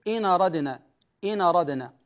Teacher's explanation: ينقل حركة الهمزة إلى النون فتصير إن أردنا، إن أردنا، فهنا عرض تحرك ما بعد الهمزة الثانية.